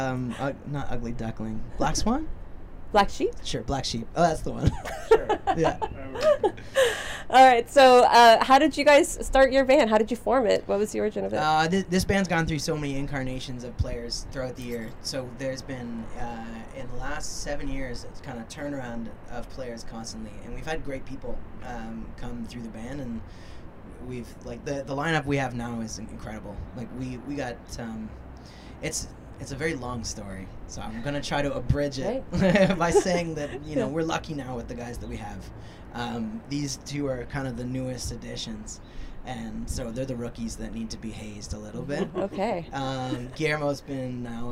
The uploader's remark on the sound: In the beautiful city of Owen Sound. The sun is beaming on the rooftop of the Heartwood Concert Hall, where the band has just finished up a sound check and is eager to share their latest tunes.